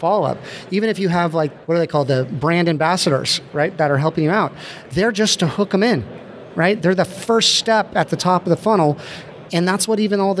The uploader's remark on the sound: Recorded live. Podcast pavilion.